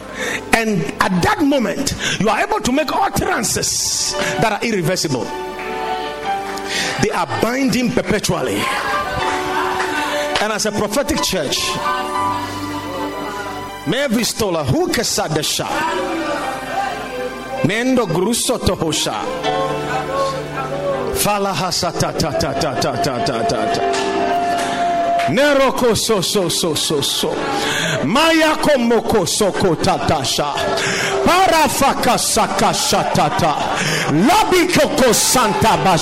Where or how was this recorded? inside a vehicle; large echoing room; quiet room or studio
large echoing room